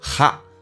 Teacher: t 不发音，这属于略音，但是它气流要阻塞一下